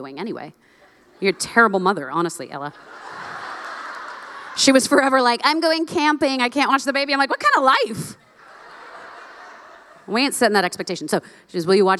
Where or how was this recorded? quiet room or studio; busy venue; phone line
busy venue